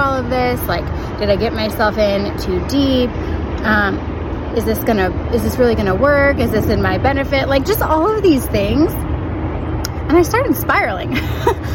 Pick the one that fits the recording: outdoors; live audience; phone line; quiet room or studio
outdoors